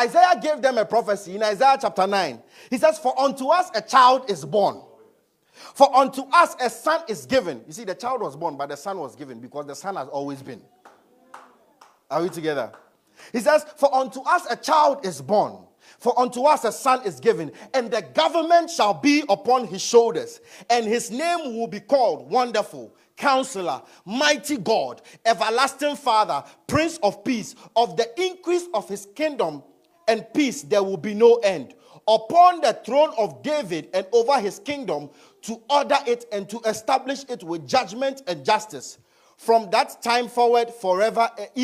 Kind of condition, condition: setting, large echoing room